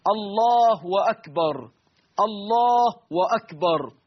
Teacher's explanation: إشباع ضمة لفظ الجلالة حتى تتحول إلى واو